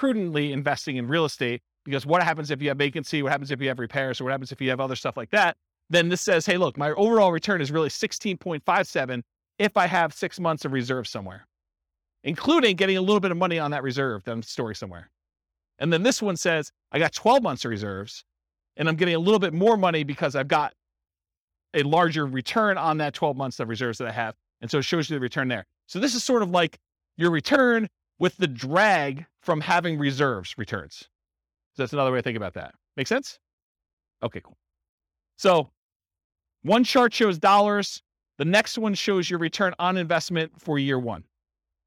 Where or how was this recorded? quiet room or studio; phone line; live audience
live audience